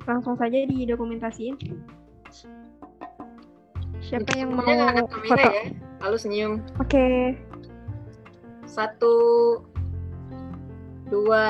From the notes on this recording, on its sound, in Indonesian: Maaf suara tidak bagus karena record melalui zoom.